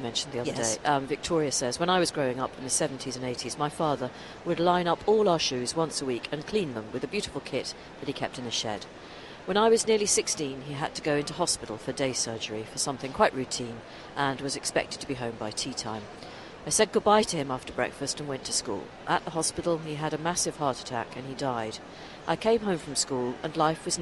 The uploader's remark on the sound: live at Destinations: The Holiday and Travel Show